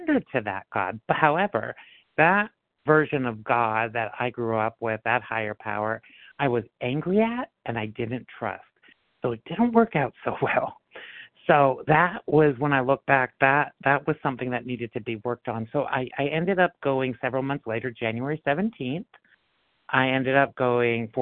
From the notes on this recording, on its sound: 100 Pounders Phone Meeting